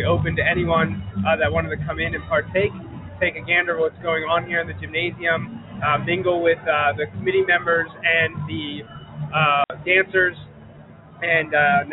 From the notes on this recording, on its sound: Broadcasting LIVE from the Wilson High School (West Lawn, PA) gymnasium for the schools 2015 MiniTHON event.